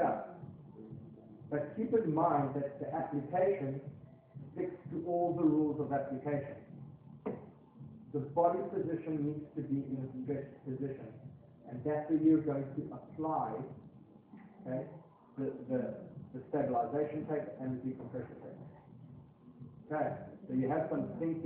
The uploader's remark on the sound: RockTape kinesiotape seminar. Recorded seminar.